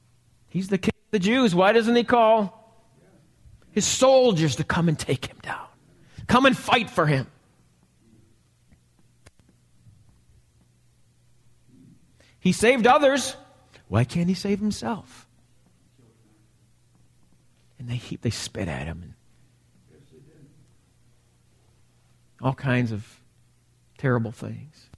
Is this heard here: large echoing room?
yes